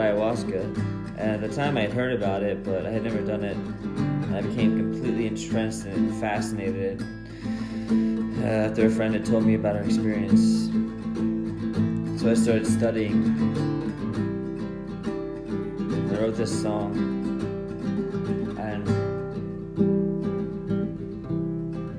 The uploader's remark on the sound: I wanted to share a little improvised music session I recorded into my phone last night. The original intention of the podcast, though it has shifted, was to share the in moment recordings on my phone that usually just sit there until I one day listen to them again.